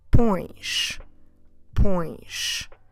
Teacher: If you're getting some difficulty in making this sound, place your hand on your nose and make sure when you pronounce it you feel a bit of a vibration that will indicate that the air is also flowing not only from your mouth but from your nose · Term: nasal